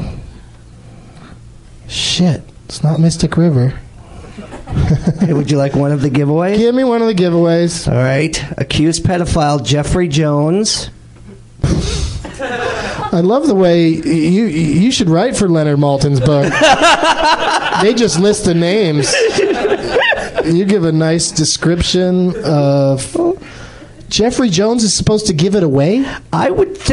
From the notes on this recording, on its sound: Invites two audience members onto the stage to discuss their most and least favorite movies and pick prizes from his pile of swag.